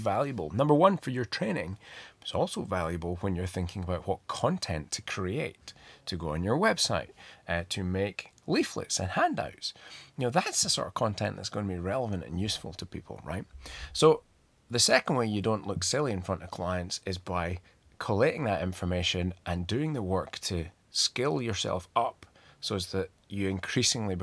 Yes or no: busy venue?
no